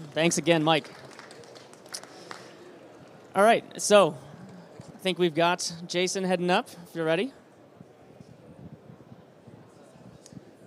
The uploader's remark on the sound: Live from Space Symposium 2023. Live from the Redwire booth at Space Symposium 2023! Then talk with a trio of drop-in guests.